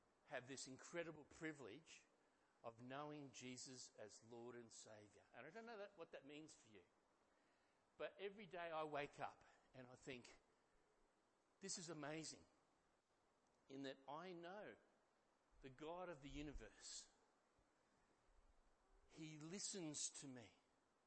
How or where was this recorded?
large echoing room